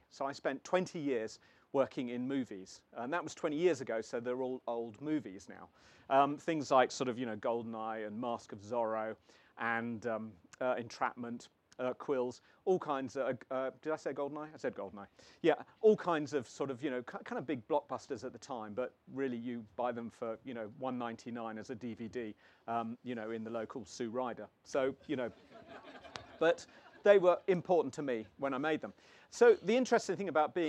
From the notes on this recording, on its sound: holds a packed marquee in the palm of his hand at the 2022 North Cornwall Book Festival